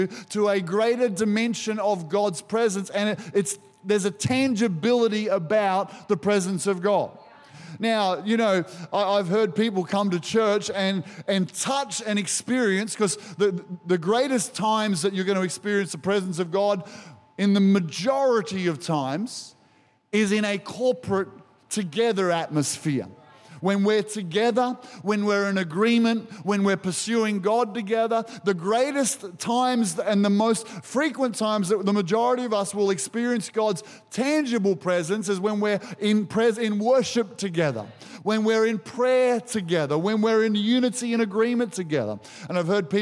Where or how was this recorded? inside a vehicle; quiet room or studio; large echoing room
large echoing room